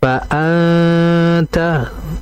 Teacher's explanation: nun ketemu ta itu ikhfa hakikiyah, ikhfa maka disamarkan fa anta, dan ikhfa ini termasuk guna yang sempurna sehingga bacaan engnya atau samarnya itu harus ditahan dengan jangka yang cukup lama.